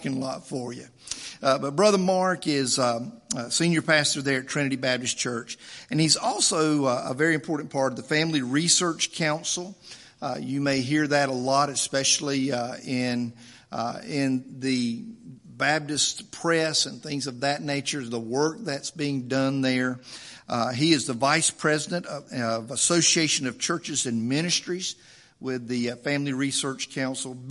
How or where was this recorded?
large echoing room